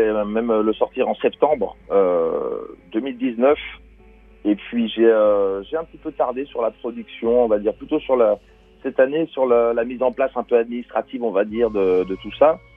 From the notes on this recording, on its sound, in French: On en parle ce midi par téléphone avec son auteur.